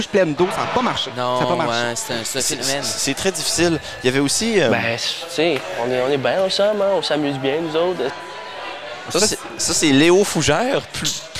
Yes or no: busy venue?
yes